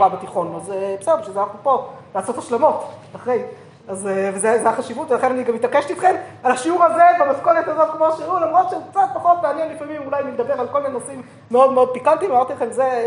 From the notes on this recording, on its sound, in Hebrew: השיעור הועבר והוקלט עם תלמידות מדרשת שחרי, במסגרת הקורס בתולדות ספרות ההלכה שנלמד במדרשה.